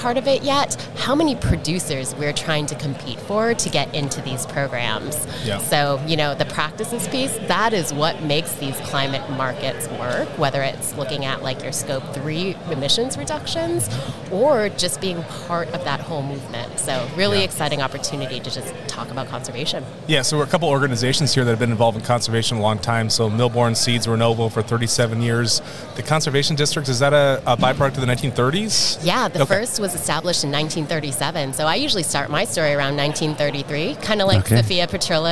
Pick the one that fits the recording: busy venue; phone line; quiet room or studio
busy venue